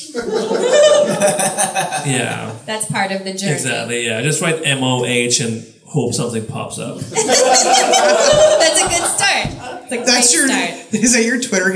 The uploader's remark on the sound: This month's star-studded spectacular recording comes to you live from Kickstand Comedy Space in Portland, OR!